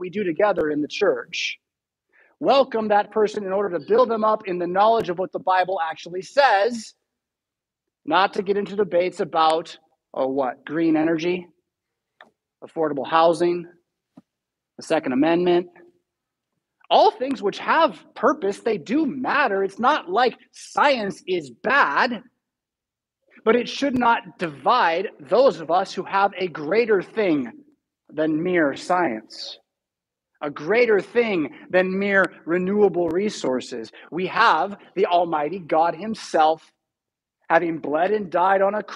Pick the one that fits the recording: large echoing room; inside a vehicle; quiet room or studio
large echoing room